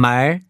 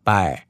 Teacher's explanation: Very slightly. So from mar, you're not putting any pressure on your lips with mar, right? But with bar, you're going to put a little bit of pressure.